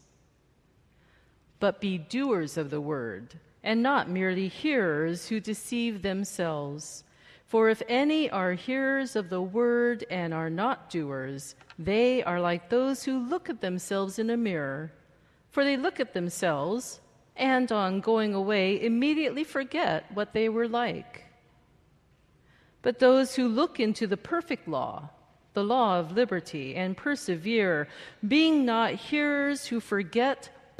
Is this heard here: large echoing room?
yes